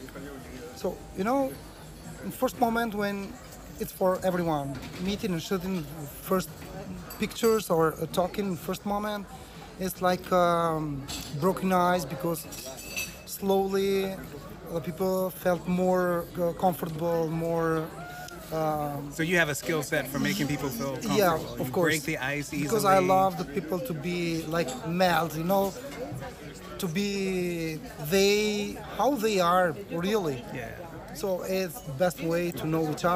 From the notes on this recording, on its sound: In the early morning 6:30am sunrise while listening to the morning tolling bells. The square was empty, waiting to be filled with residence and tourists - mostly tourists. Record our conversation while sitting outside of a cafe that is his go-to.